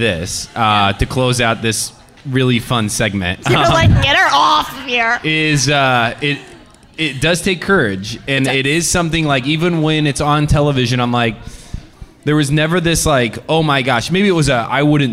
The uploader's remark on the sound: live at Audrey's Coffee House and Lounge in Rhode Island